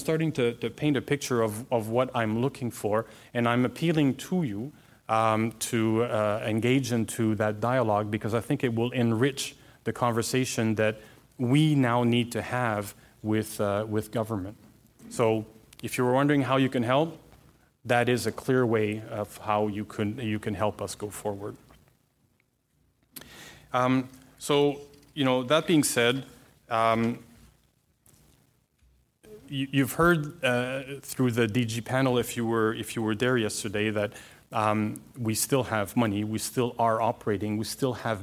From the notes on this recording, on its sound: Surprised the audience at the CASI ASTRO 18 conference with his talk. The audience listened attentively.